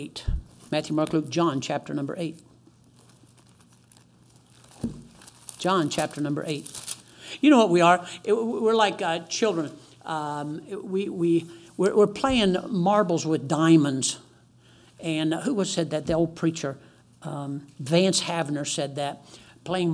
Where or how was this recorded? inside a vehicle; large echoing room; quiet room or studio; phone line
large echoing room